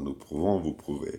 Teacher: És a többes szám első, másodikban meg a végén van a hangsúly, tehát nem a tövön, hanem a tornalékon.